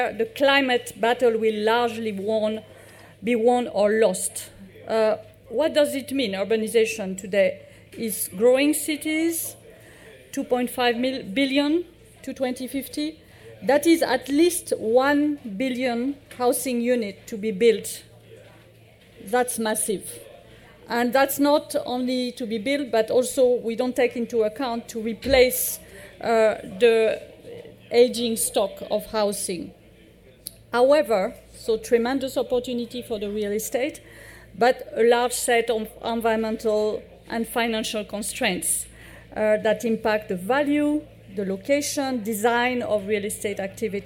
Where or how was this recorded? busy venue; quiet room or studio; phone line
busy venue